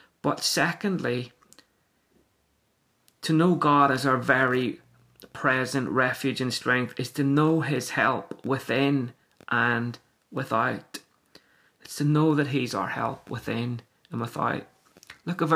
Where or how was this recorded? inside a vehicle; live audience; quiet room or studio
quiet room or studio